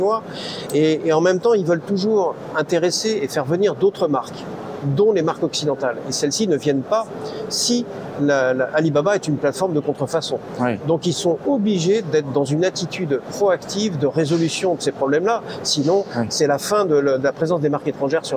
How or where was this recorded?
busy venue